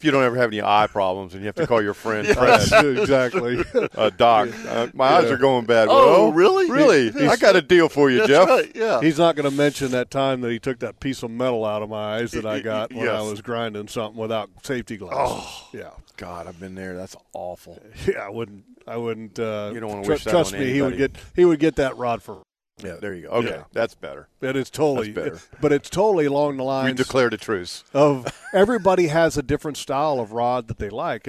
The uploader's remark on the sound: LIVE from the Jacksonville Boat Show!